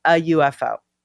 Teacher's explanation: And when you say UFO, if you think about it, how do you pronounce the letter? When you say the letter U, it has a Y sound at the beginning. Yeah, U. And that therefore requires a vowel in front.